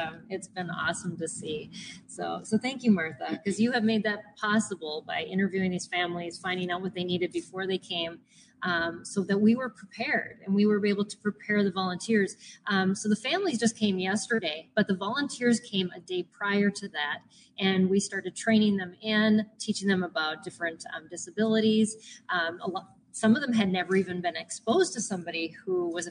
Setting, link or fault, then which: setting, busy venue